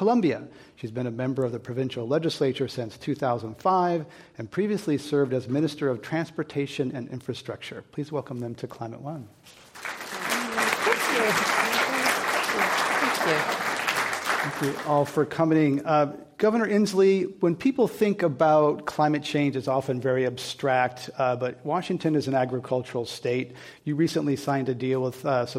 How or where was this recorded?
live audience